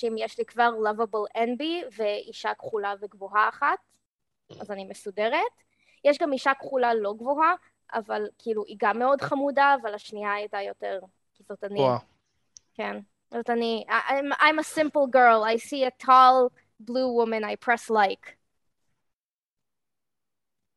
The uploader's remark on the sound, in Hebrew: המנחים התכנסו בשיחת וידאו